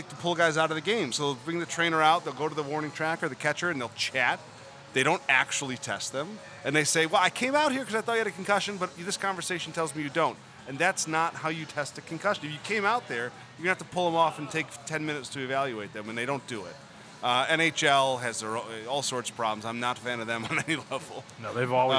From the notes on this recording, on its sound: Live from Fenway Johnnie's in Boston!